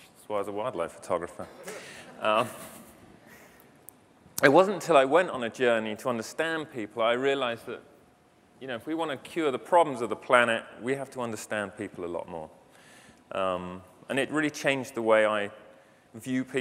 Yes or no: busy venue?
yes